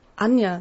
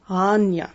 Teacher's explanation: Das ist so ein ganz kleines Knacken am Anfang. · Shown in: first take · Term: Glottisschlag